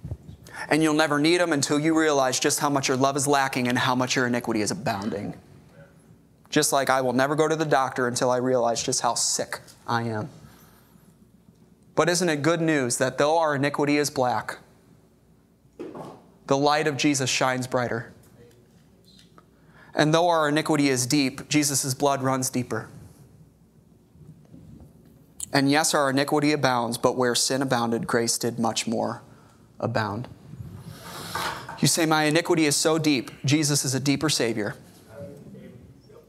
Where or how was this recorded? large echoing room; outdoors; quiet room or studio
large echoing room